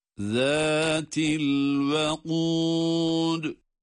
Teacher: Zal harfi peltek ve ince. · Kaf kalın, dal ince.